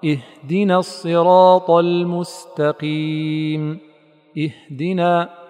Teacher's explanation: لأن الهاء مهموسة، بمعنى أنه لا جهر فيها، أي لا صوت للحنجرة فيها، لا صوت للصدر فيها، وبمعنى أدق لا اهتزاز في الوترين الصوتيين لدى النطق بها.